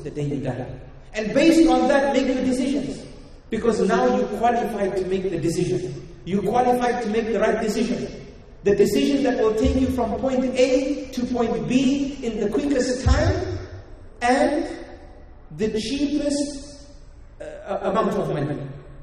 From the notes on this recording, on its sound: Talk delivered it the Zayed Bin Muhammed Winter Family Gathering in Dubai in January 2018. Talk delivered it the Zayed Bin Muhammed Winter Family Gathering in Dubai.